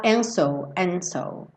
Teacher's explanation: Então você pode ter um t leve, and so, ou você pode pensar até em tirar esse D e falar and so, and so.